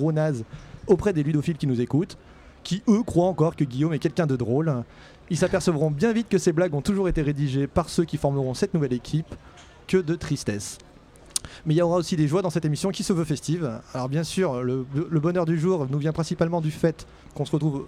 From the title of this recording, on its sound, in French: en direct de Paris est Ludique